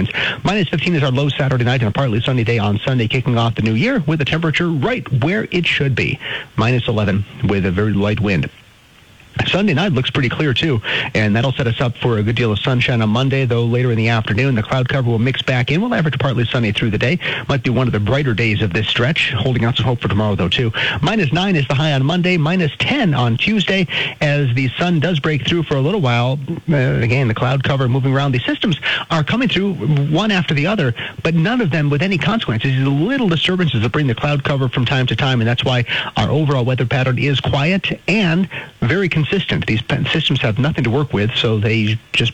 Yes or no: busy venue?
no